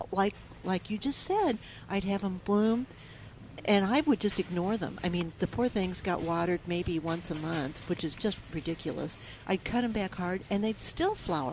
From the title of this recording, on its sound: Plant Experts Live at Prairie Gardens 5-25-19